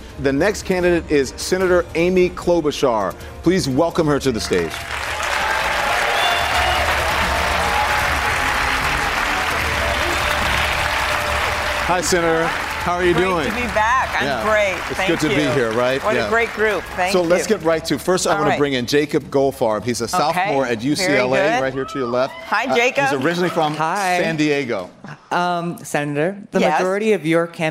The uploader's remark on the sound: A live town hall. At The Novo in Los Angeles.